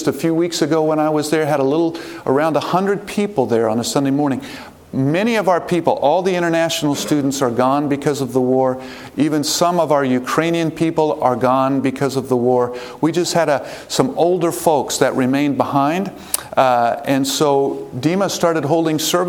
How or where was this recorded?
large echoing room